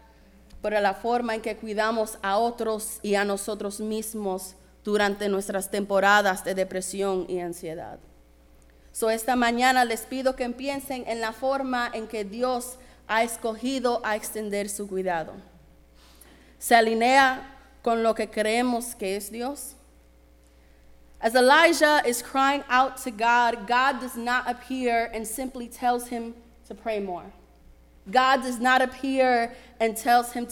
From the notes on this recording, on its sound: Sermon preached at RCHP on June 25, 2023.